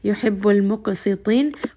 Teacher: Qaf again is going to be heavy. It has qalqala. Seen is going to be light, and then ta is going to be heavy.